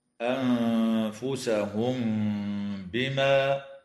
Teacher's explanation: وكذا تخفى الميم الساكنة عند الباء مع الغنة